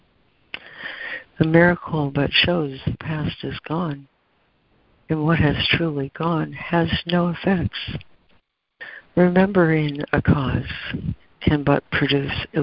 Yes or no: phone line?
yes